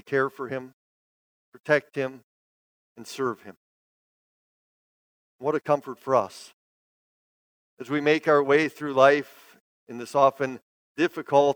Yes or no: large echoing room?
yes